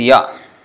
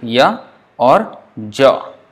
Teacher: In Sanskrit, it is ya. It's very clear, ya. But in Bengali, it can be both ya or ja. Say ja, like j in jaw, ja.